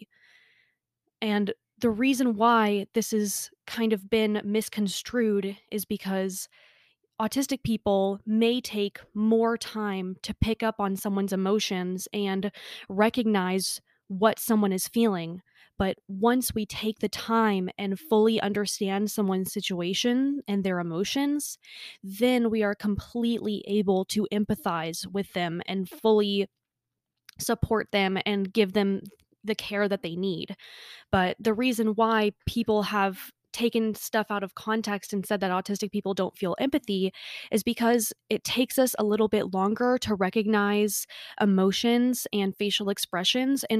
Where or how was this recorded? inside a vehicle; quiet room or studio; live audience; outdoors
quiet room or studio